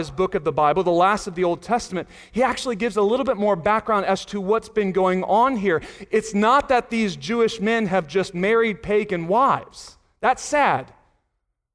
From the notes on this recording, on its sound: Sunday Morning Sermon Audio